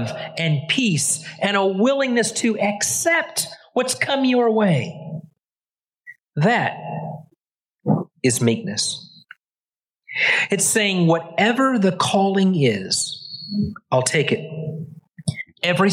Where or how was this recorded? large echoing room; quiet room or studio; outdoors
large echoing room